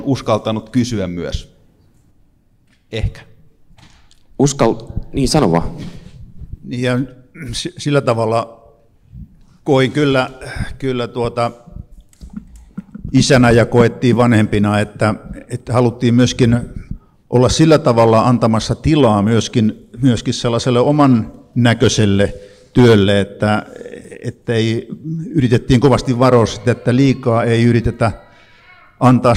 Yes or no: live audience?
yes